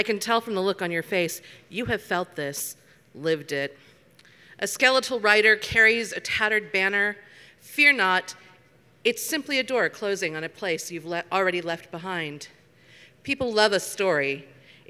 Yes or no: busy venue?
yes